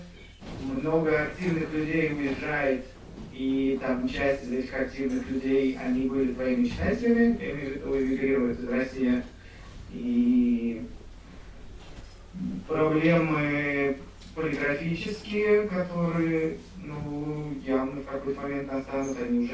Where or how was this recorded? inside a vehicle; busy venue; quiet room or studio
busy venue